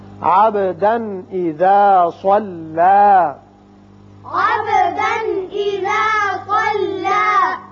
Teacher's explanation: تنوین کے بعد حمزہ بشکل الف ہے، یہاں اظہار حلقی ہوگا، وقت کی صورت میں صلى، ایک الف کے برابر لمبا کریں گے.